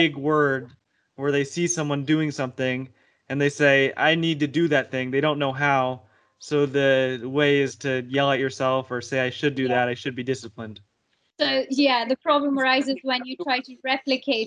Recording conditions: video call